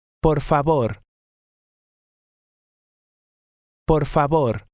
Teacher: the second word is stressed on the last syllable